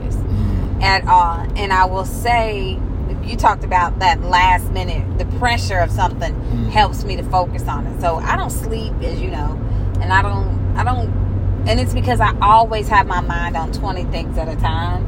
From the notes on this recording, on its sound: Head home to Louisville they play a word association game in the car.